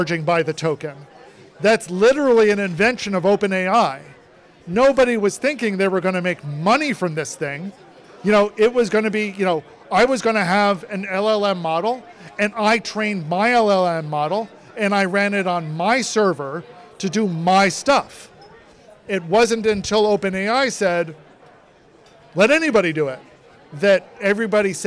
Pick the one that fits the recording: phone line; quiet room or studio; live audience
live audience